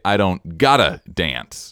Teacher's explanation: now the emphasis is on the word gotta, and dance has been displaced a little further back, a little further behind, temporally.